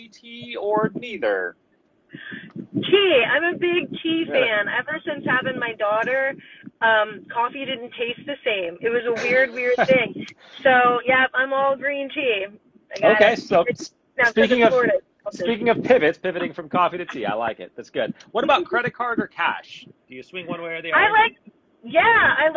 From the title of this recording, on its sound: from my car!